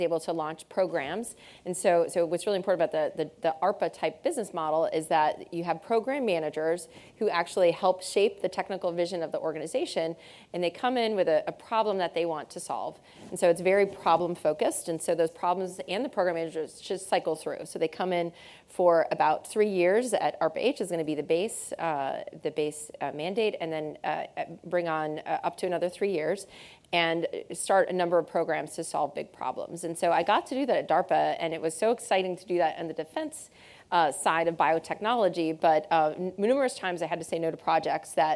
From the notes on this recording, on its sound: In this special episode in front of a live audience at the Stanford School of Medicine.